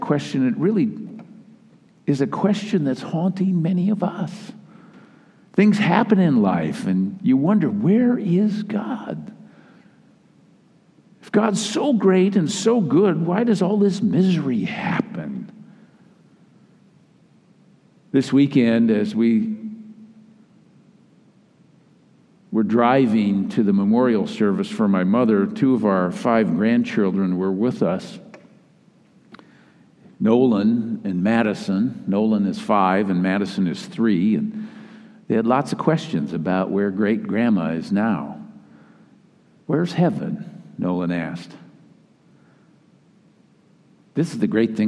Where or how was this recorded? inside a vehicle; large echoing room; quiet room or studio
large echoing room